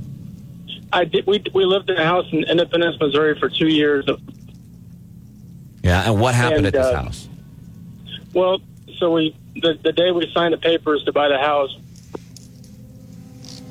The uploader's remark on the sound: This phone call from a listener scared the heck out of us!